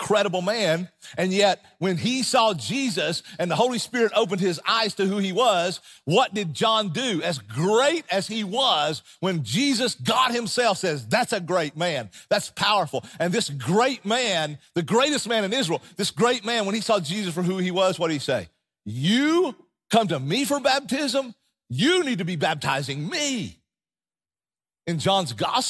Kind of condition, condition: setting, large echoing room